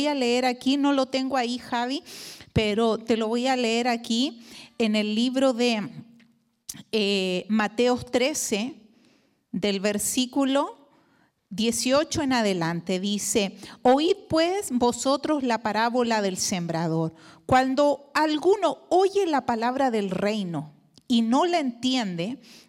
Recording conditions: large echoing room